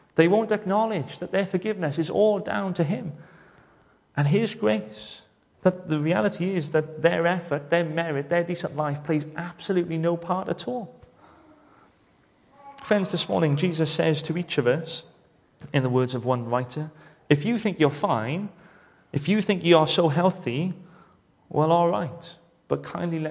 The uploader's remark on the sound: welcome to Bethel Evangelical Church in Gorseinon